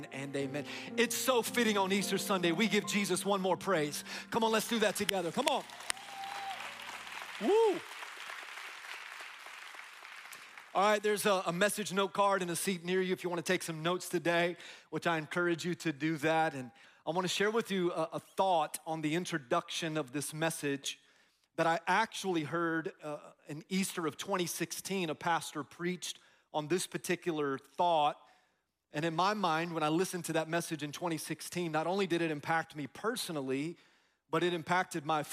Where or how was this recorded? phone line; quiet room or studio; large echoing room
large echoing room